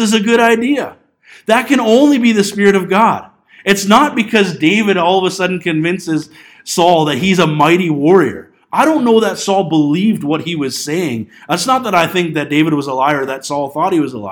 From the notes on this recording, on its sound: This Sunday morning message sas recorded on January 12, 2020 at Bethel Pentecostal Tabernacle in Clinton, BC.